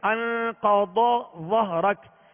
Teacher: انقض قاف کو پر پڑھنا ہے، ضاد کو پر پڑھنا ہے اور وا کو پر پڑھنا ہے، مگر ضاد اور وا میں فرق کرنا ہے جب یہ قریب آ جائیں.